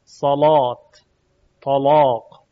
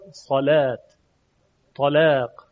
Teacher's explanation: در روایت ورش مصری اون لام البته تحت شرایط تفخیم میشه یا تغلیظ میشه، صداش درشت میشه · Shown in: first take